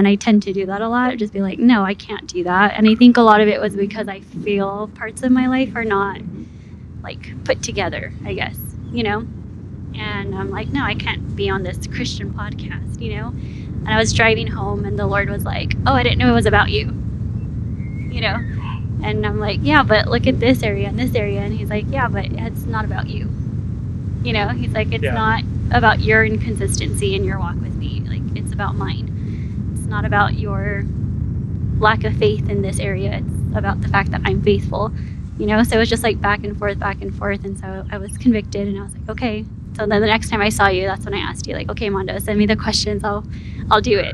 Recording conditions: wind noise